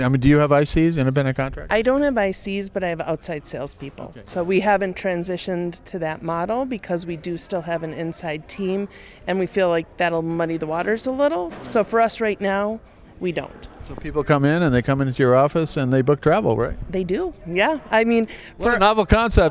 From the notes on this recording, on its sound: at the recent MAST Travel Network conference in Las Vegas